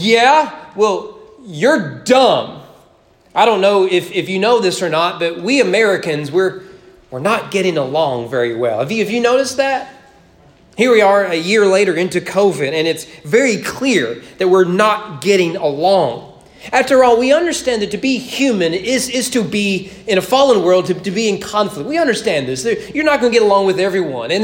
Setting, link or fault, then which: setting, large echoing room